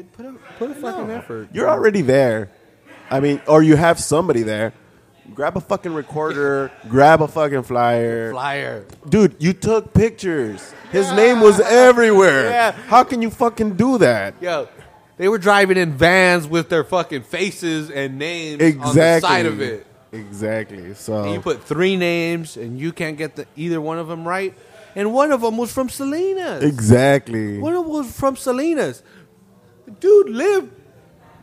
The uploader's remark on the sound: at the Street Low Magazine Car Show